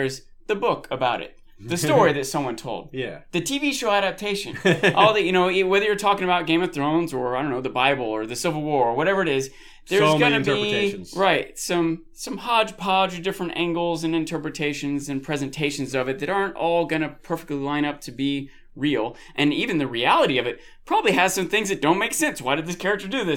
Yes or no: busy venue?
no